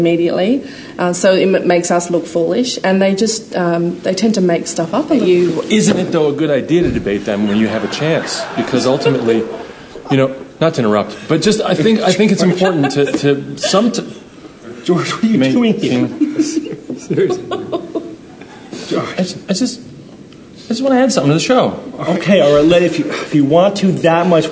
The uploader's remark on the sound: Live from TAM 2012